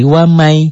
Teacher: Satu idgham bi guna, bi dengan guna dengung. Jadi diidghamkan, dileburkan, dimasukkan, disertai dengan dengung.